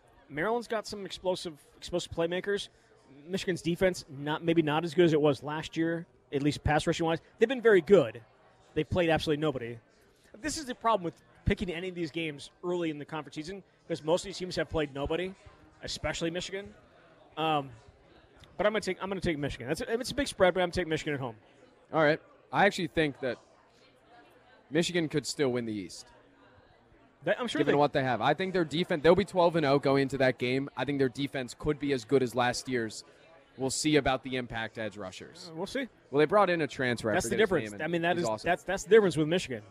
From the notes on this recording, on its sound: live from Monk's Bar and Grill in Sun Praire